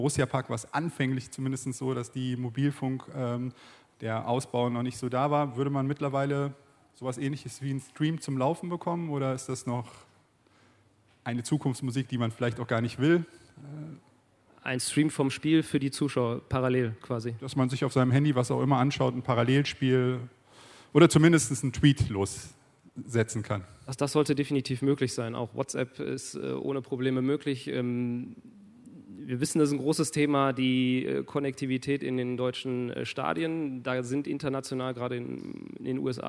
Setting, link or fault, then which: setting, busy venue